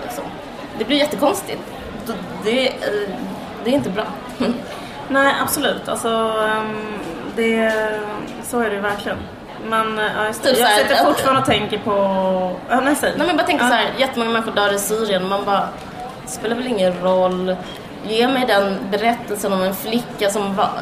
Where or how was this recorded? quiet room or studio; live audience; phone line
live audience